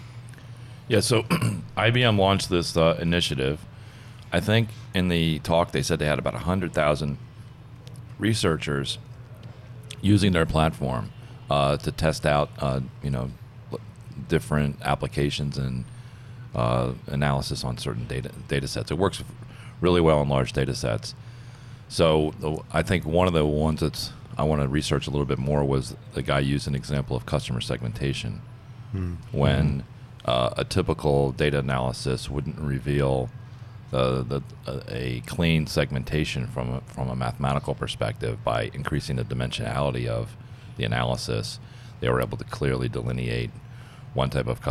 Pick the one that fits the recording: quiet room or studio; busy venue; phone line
busy venue